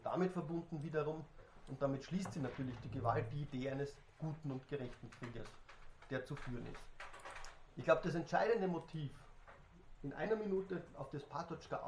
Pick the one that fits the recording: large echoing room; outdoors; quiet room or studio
large echoing room